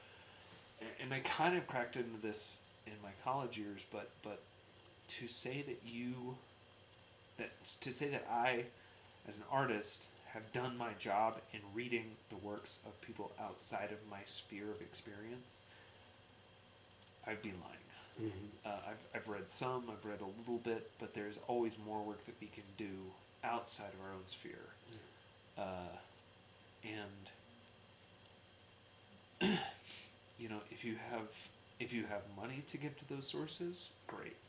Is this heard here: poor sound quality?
yes